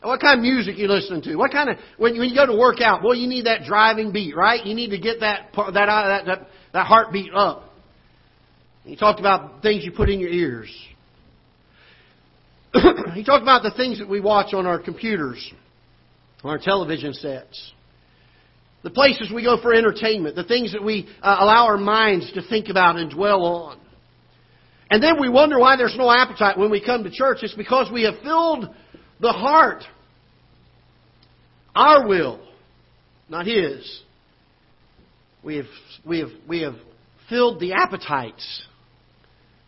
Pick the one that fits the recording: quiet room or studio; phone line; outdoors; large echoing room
large echoing room